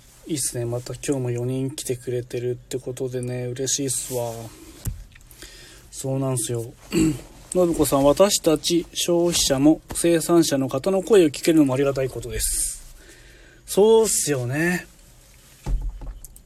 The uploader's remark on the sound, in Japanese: LIVE〜軽トラの中から10分だけ〜